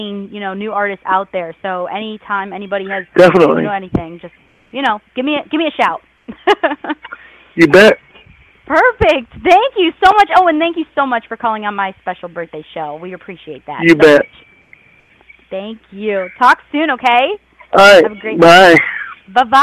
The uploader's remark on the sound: Surprise guest call ins!